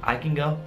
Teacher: Quando si dice can, spesso parlando naturalmente diventa kin, tipo I can go, tipo come se fosse K-I-N, tipo I can go.